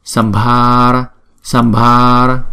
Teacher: chúng ta nhấn mạnh ngay chỗ chữ ba, bởi vì nó là hai nhịp.